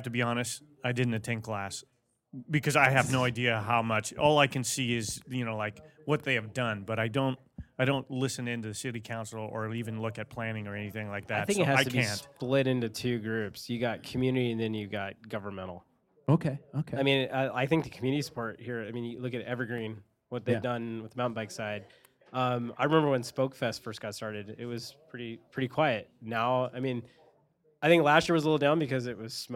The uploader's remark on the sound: Live at Badass Backyard Brewing in Spokane Valley